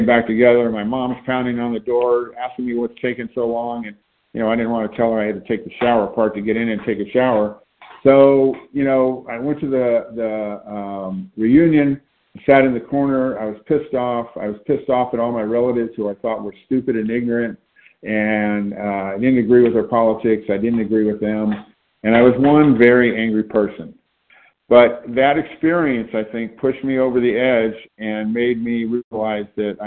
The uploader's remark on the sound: From the 100 Pounders Phone Meeting on 9/29/20.